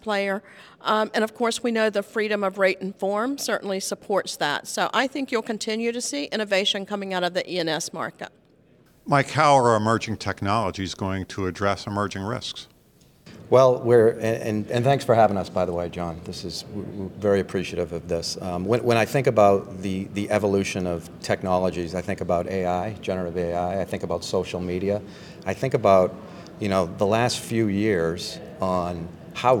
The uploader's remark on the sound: A panel of industry experts at the 2023 WSIA Annual Marketplace in San Diego